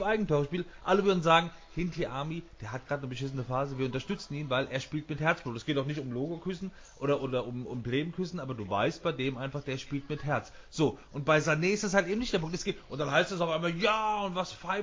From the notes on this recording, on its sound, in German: Live aus Mannheim! War live beim Spiel Waldhof Mannheim gegen den SV Meppen (5:0) und hat uns ins Carl-Benz Stadion mitgenommen.